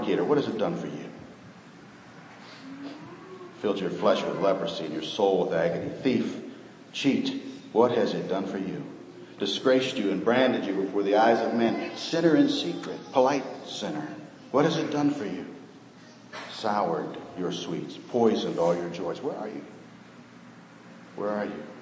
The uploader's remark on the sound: Sermon preached on Old Fashioned Sunday, 2012.